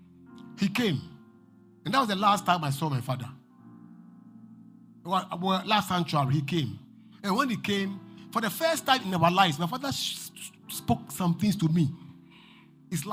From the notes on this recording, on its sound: Preached at LCC Goshen